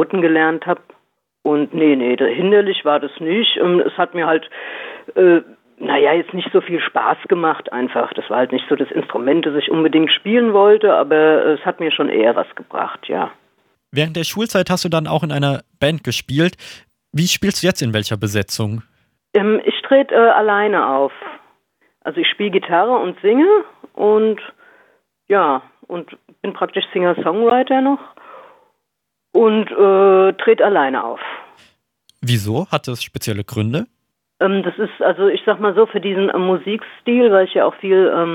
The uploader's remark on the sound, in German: Die GIGparade ist das Live-Konzert Magazin von Radio Darmstadt für die regionale Musik- und Kultur-Szene Darmstadts. Werden die Musiker und Künstler per Telefon direkt in die Sendung zum (Live-)Interview hinzu geschaltet.